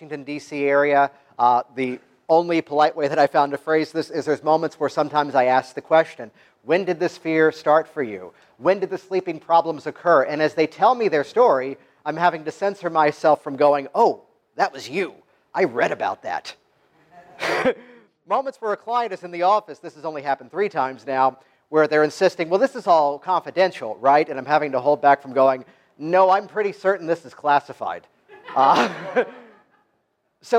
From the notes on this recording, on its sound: Virtually step into the audience of my featured talk from the 2017 Canadian Hypnosis Conference, an event that took place in late October and was held in Burlington, Ontario.